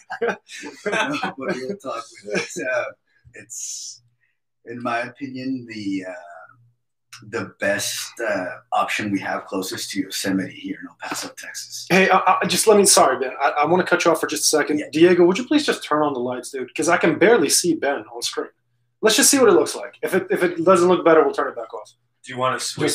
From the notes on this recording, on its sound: I had issues with the sound on this video but it's all figured out and will be better on the next one.